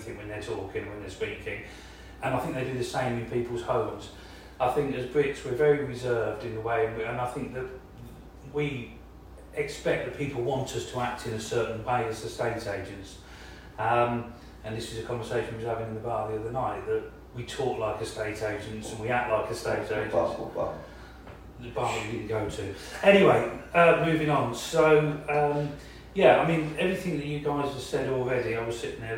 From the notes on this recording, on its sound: are in San Francisco at the NAR Conference